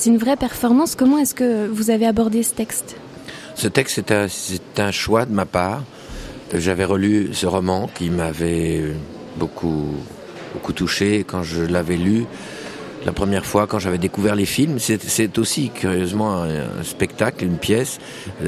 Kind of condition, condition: setting, busy venue